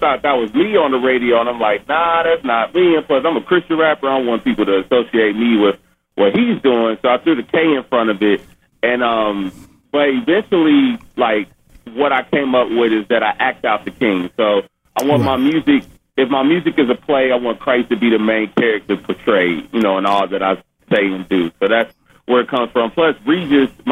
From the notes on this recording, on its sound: Phone interview.